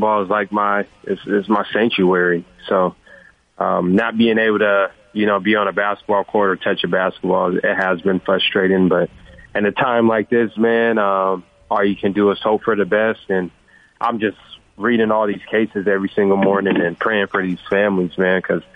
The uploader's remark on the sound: called